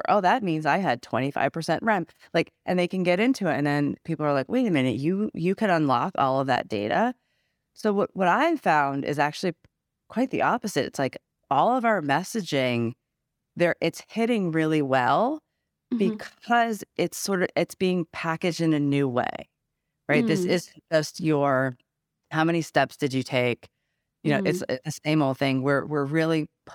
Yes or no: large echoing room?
no